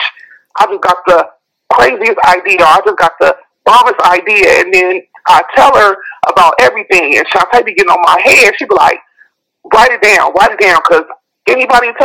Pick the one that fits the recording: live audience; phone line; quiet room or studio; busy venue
phone line